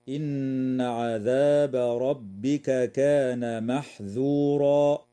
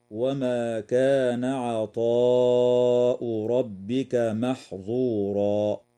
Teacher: ومما يجب مراعاته بجانب الترقيق أيضا تخليص انفتاح الذال من كلمة محذورا · Shown in: first take · من قوله تعالى: إن عذاب ربك كان محذورا، لئلا تشتبه بالظاء من كلمة محظورا في قوله تعالى: وما كان عطاء ربك محظورا، وذلك لأن الذال والظاء يخرجان من مخرج واحد.